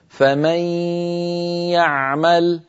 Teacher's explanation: هكذا فمن يعمل، فمن، هذه الياء الأولى، يعمل هذه الياء الثانية، الغنة مصاحبة للياء الأولى ولا يطغى صوت أحدهما على الآخر